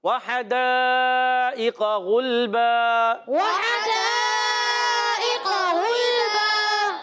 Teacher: غلبہ غین بھی حرف مستعلیہ میں سے، موٹا رکھنا ہے